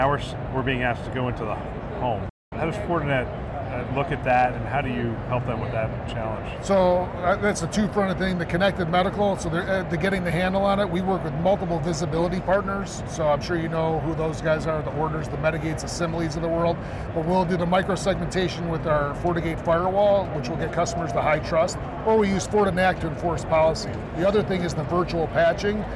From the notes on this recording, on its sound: An Interview in Action live from HLTH.